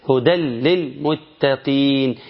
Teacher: هدل بعد الدال شيل التنون وحط لام · Term: إدغام